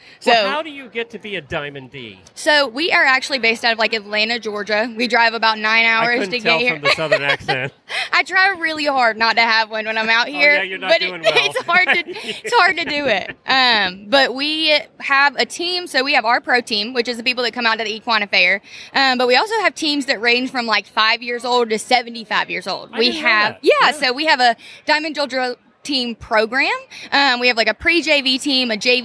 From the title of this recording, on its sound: Live from Day 2 at Equine Affaire, Ohio